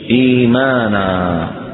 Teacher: تبدل الهمزة الثانية ياء